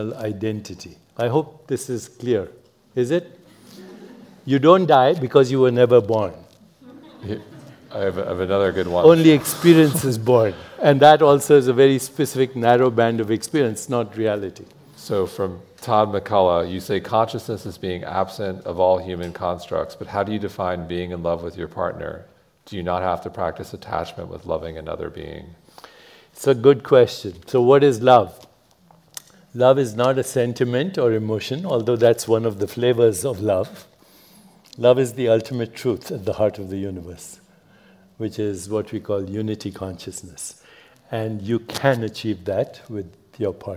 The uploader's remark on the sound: A special recording from our sixth annual revitalize event , which was held in Dove Mountain, Arizona, in June. You could hear a pin drop as the crowd listened attentively to his nuanced take on some of life's biggest questions. This podcast episode is a special recording from our sixth annual revitalize event , which was held in Dove Mountain, Arizona, in June. The insights we learned on the main stage this year were too good not to share.